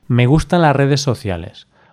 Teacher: cuando una palabra acaba en S y la otra comienza por R. Ahí el sonido S casi desaparece.